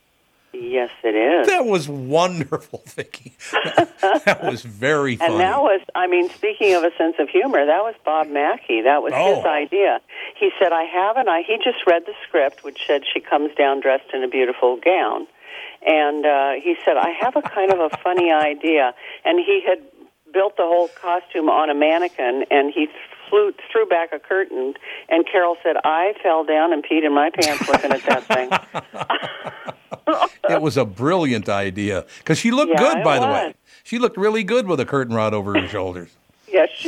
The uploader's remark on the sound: Is in studio. We take a few listener phone calls.